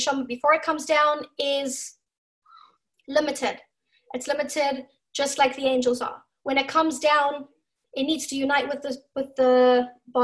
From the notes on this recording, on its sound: Zoom Class